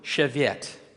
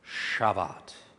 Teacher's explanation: Instead of the yeh sound, it has the ah sound. And the soft V, therefore, becomes a hard B sound. It's the same letter in Hebrew, just has a dot in the middle of it.